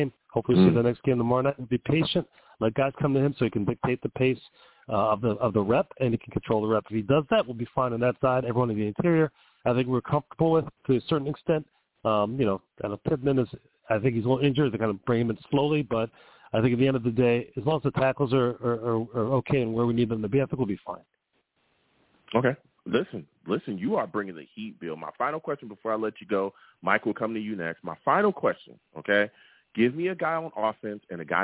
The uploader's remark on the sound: I take live callers!